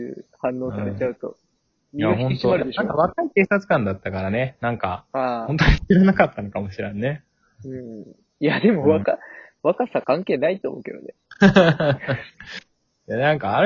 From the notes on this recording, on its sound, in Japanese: リモート収録。笑い声あり。